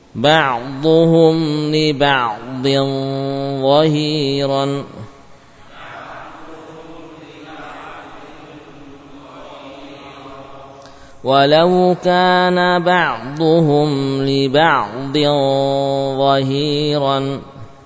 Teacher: Ada tafkhim pada gunnahnya